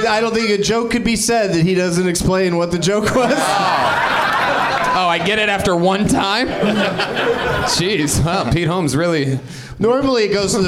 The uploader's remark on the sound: Live from the NerdMelt Showroom in LA